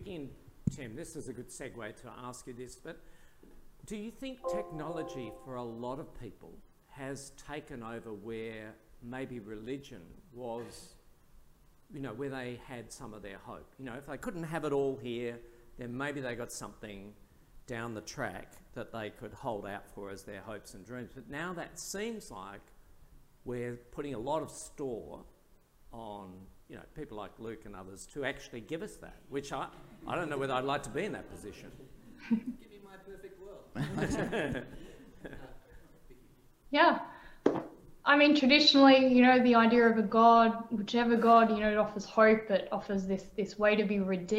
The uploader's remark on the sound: An audio release of our recent event, Better Than Us - The Impact of A.I.